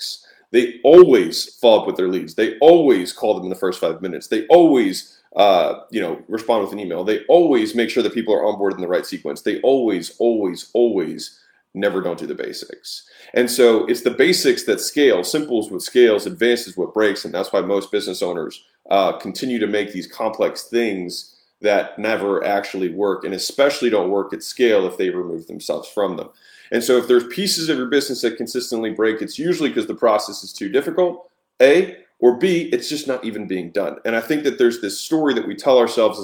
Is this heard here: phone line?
no